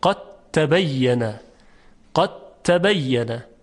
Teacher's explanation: خب تبین در اینجا ادغام انجام میشه، یعنی دال در حرف تا ادغام میشه · دیگه هیچ اثری از دال وجود نداره، قد تبین حرف ت مشدد هست یا تا مشدد.